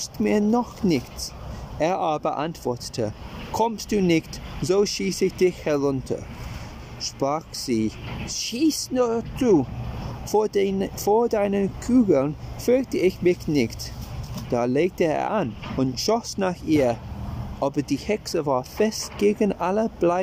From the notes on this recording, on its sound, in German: Entschuldigung für die nervigen Hintergrundgeräusche; die heutige Folge wurde draußen aufgenommen.